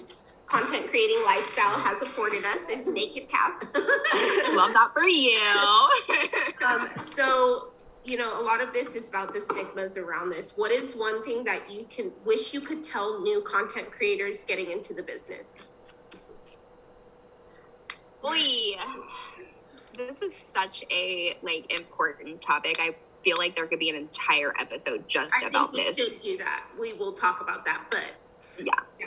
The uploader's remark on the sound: over zoom